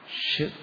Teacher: കാരണം ഷ് അങ്ങനെ വരുന്നെങ്കിൽ ശബ്ദം കൂടുതൽ ശക്തിയായിട്ട് പുറത്തേക്ക് വായു പുറത്തേക്ക് പോകും · Term: ഊഷ്മാക്കൾ